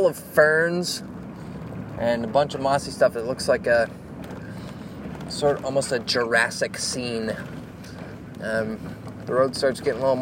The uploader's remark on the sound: South Trails Pt. 1 - Carp River Loop. Walking Along da Carp. River Sounds.